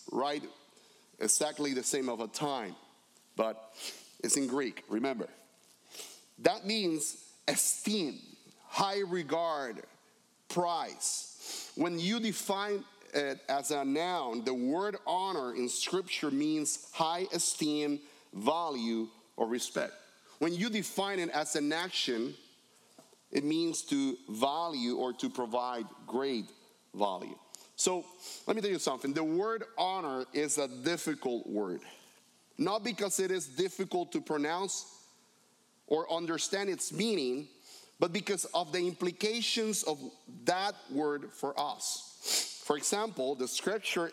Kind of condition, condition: setting, large echoing room